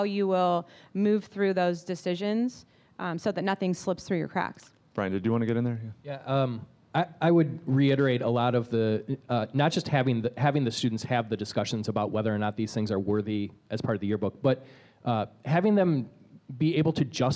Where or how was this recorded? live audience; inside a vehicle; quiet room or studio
live audience